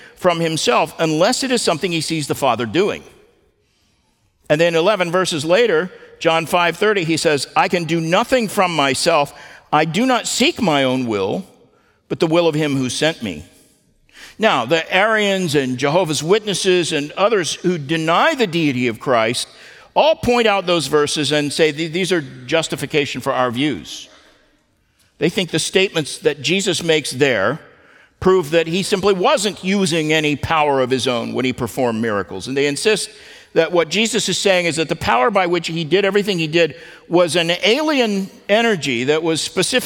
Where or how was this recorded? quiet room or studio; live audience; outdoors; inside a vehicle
live audience